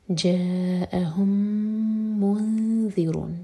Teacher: میم کو ہولڈ کریں گے اور میم پر ضمہ ہے تو ہوٹ گول ہوں گے. جب اخفاء کرنے لگیں ذال کے لیے ہوٹوں کو پھیلا کر پڑھیں گے. · Term: ادغام